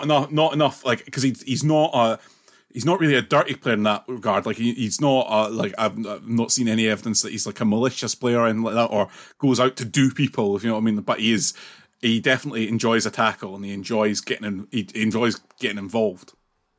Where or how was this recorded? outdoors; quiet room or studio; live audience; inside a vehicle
quiet room or studio